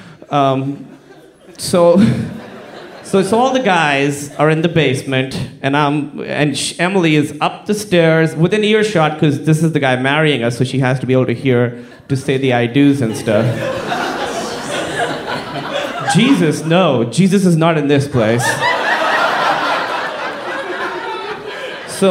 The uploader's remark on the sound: Live From San Francisco!